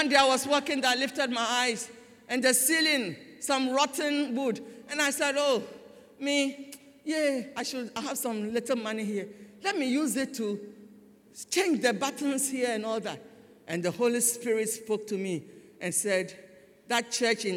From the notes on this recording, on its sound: Sermon preached at CBC Shiashie Campus